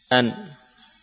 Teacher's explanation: huruf nun sukun adalah huruf yang berasal dari ujung lidah dengan gusi, ya. Ujung lidah dari yang ditempelkan ke gusi.